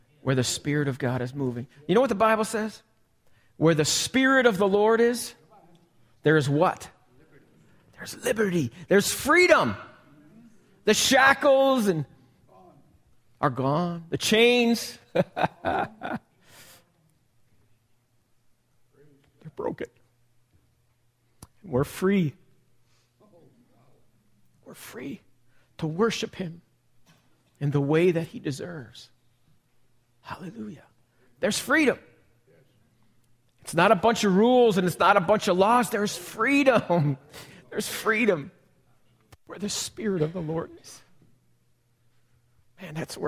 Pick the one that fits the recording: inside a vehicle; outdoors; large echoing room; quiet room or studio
large echoing room